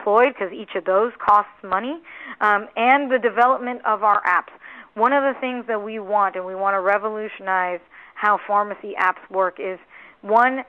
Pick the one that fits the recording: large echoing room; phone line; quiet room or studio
phone line